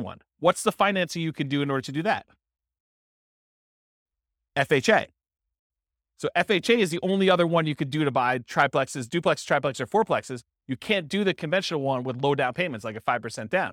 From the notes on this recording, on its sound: This was a live class recorded